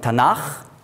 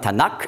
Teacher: Das K, wenn ein Vokal davor ist, wird weich ausgesprochen als Ch. · Shown in: first take · Und wenn wir sagen Tanach, dann ist also ein A vor dem K, dann darf man nicht sagen Tanak, sondern Tanach.